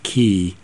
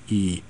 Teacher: there's a k, there's a release, and then eventually the voicing starts again, k, e. So that period of time might be 60, 70, 80 milliseconds. · Term: voice onset time